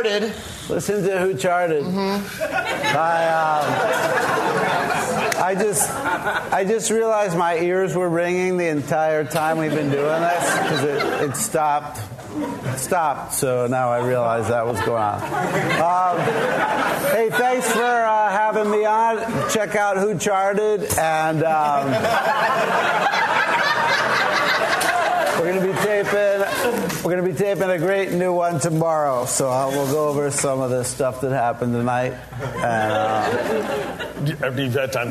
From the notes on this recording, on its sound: LIVE from Largo Los Angeles